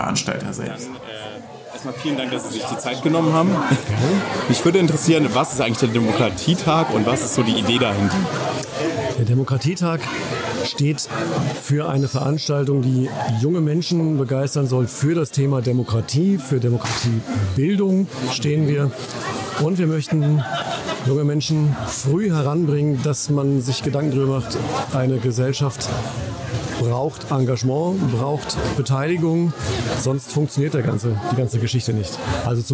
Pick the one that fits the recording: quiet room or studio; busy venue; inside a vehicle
busy venue